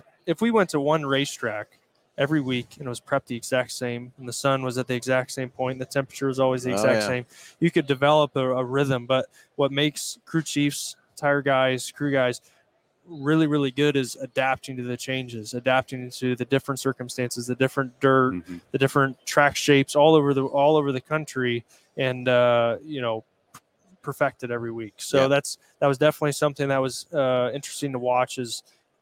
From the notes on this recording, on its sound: Live from PRI Trade Show in Indianapolis, IN.